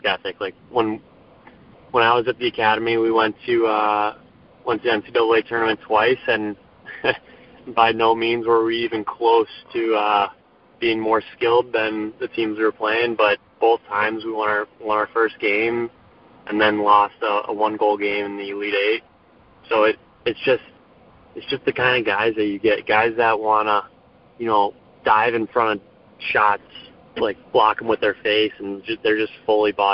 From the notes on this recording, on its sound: The recording of this special Veteran&#8217;s Day conference call. The recording of this special Veteran’s Day conference call.